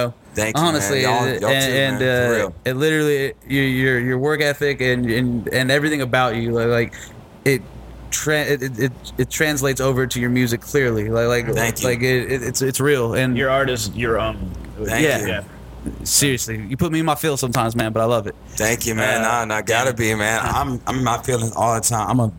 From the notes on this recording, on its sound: Live at Axelrad.